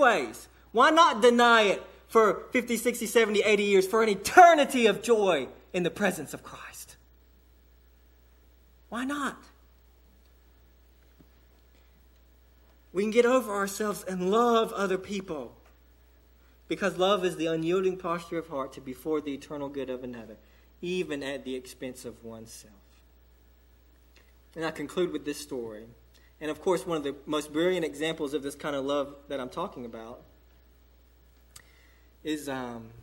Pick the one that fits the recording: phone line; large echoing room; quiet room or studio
large echoing room